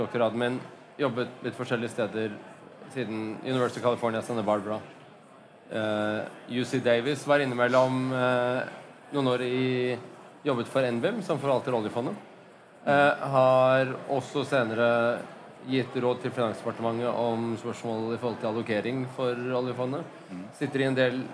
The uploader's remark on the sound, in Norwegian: LIVE på ONS 2022